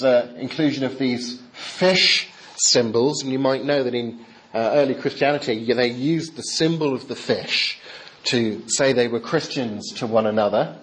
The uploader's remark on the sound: Talk delivered during the Chaplaincy service at Heriot-Watt University in Scotland